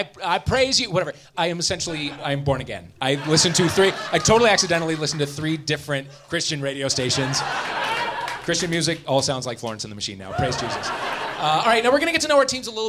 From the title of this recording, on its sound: Live at MaxFunCon